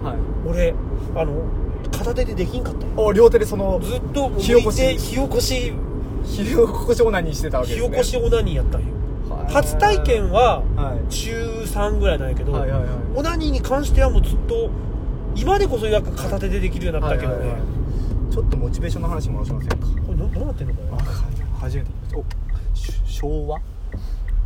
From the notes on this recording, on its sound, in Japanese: 仕事終わりに営業車の中にこもって